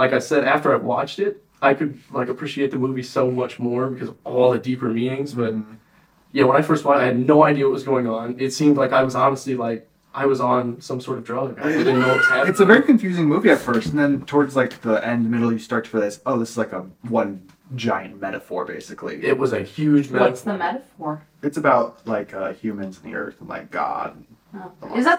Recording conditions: poor microphone